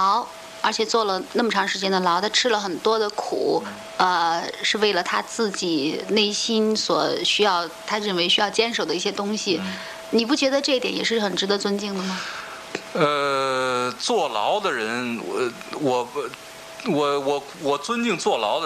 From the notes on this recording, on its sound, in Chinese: 一次计划外的突击采访。那盒式录音带剪辑的咔咔声完全是83版射雕的效果。